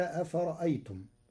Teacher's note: قرأ ورش كلمة أفرأيتم بتسهيل الهمزة الثانية وإبدالها ألفا مدا طويلة من أجل الساكن بعدها